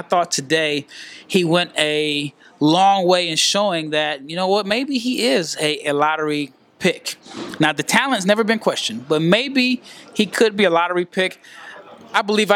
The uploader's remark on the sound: Live from Henderson, NV. At the first annual G League Invitational.